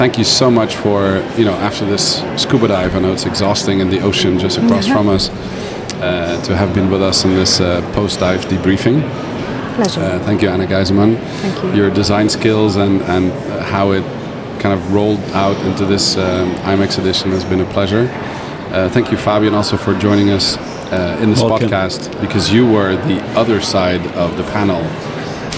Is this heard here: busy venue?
yes